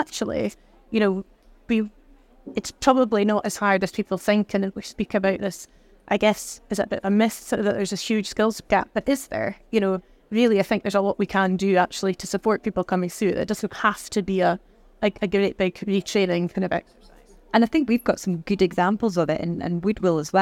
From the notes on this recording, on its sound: Recorded live at Offshore Europe 2023.